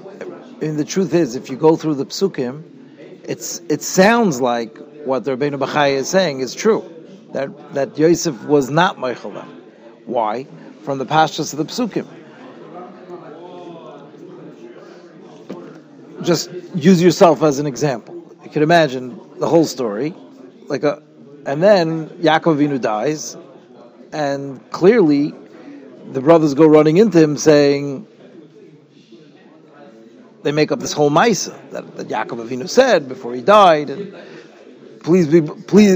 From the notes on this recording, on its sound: Shiur recorded in Yeshivas Ohr Reuven, Monsey, NY.